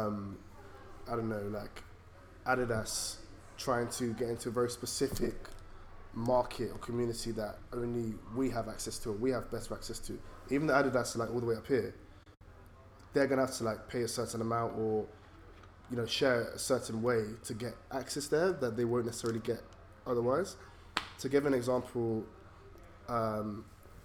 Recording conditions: busy venue